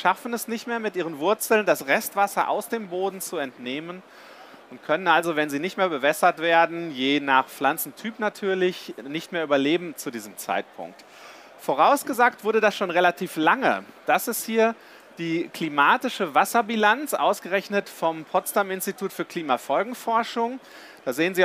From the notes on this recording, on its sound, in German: live von der GaLaBau Messe 2022.